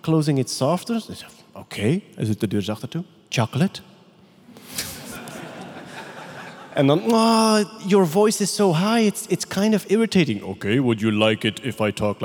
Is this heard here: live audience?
yes